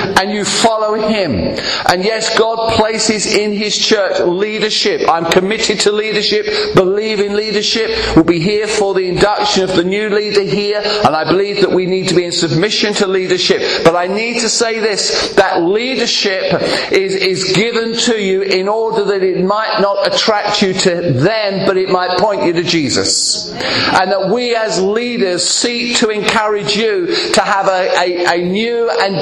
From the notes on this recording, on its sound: preaching at Clacton Elim Church